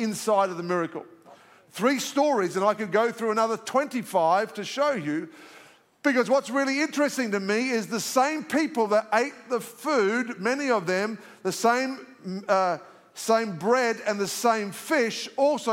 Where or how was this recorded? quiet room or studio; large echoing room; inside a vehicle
large echoing room